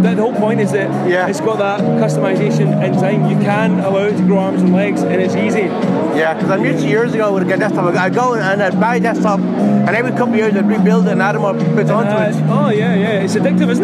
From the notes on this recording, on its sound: As this was recorded at a live event you will hear some background noise.